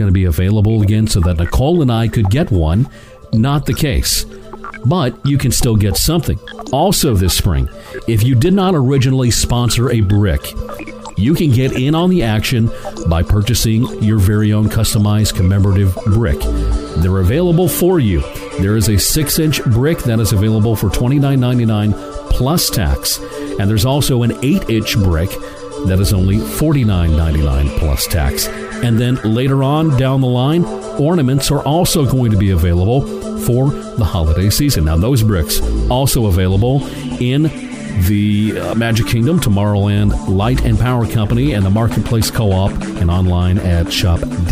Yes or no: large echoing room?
no